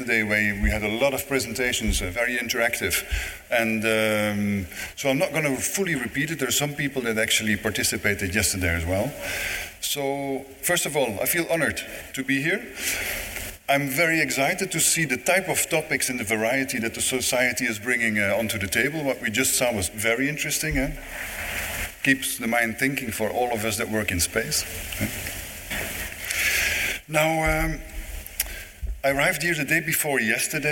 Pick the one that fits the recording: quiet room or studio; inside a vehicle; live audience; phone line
live audience